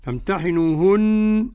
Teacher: النون حرف غنة مشدد